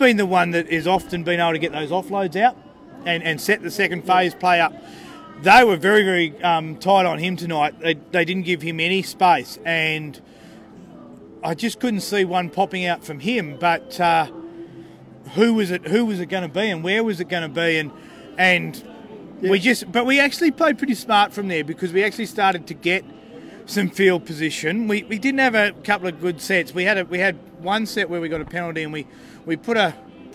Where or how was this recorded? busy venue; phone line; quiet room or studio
busy venue